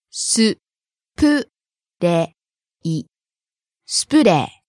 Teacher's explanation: Starting low, rising on the second syllable プ、falling on the second to last syllable レ